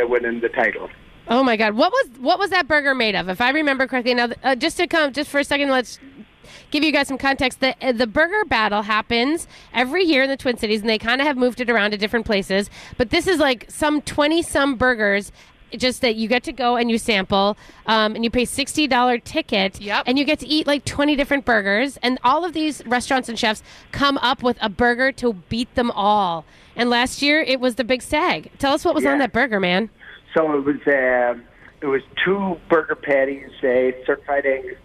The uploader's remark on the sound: broadcast live at Bachman's